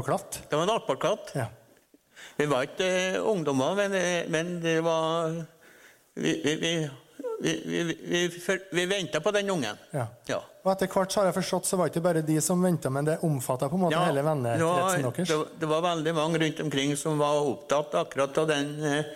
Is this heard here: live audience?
yes